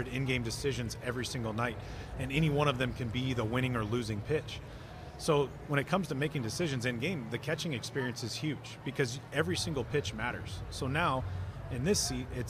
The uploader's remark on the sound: We're live from Guards Fest in snowy Downtown Cleveland. On the Cleveland Guardians Radio Network.